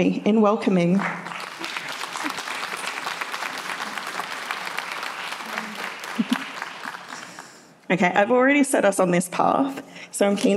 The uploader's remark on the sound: For a panel event. This episode was recorded live at the 2023 Sydney Writers’ Festival.